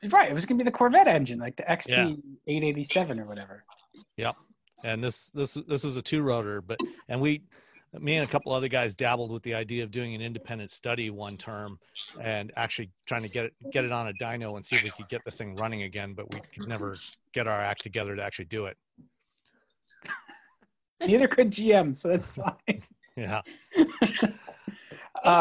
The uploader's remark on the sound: This week the crew took to Zoom for our first live show with our listeners.